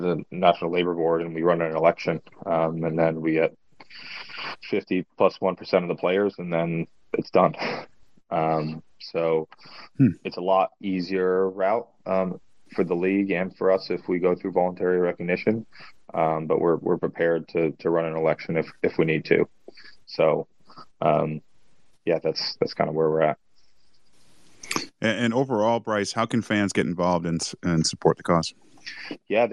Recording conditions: video call